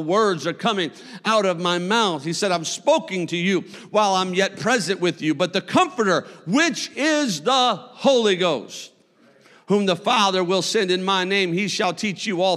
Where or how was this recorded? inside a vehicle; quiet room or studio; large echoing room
large echoing room